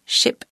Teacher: il est plutôt proche du son E, entre I et E.